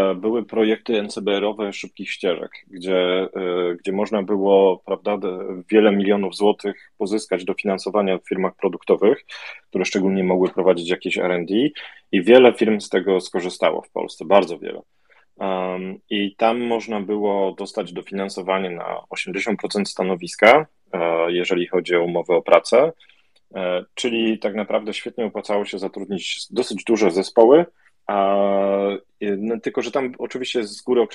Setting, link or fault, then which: link, video call